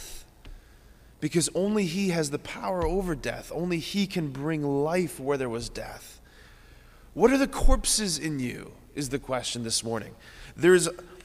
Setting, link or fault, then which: setting, large echoing room